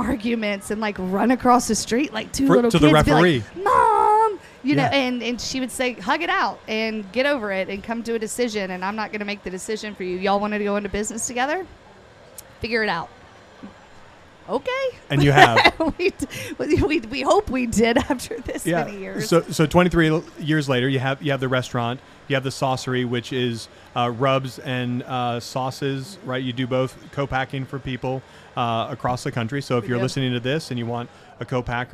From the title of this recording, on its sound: Live at The Jack